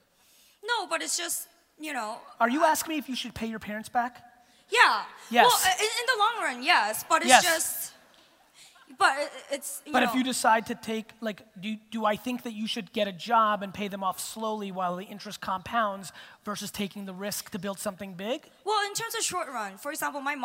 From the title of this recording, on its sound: A Keynote: Real Talk Summit, Vancouver 2017